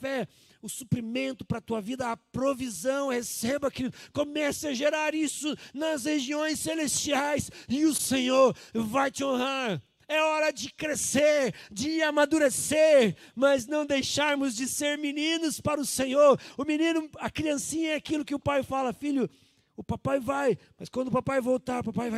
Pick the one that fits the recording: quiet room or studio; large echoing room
large echoing room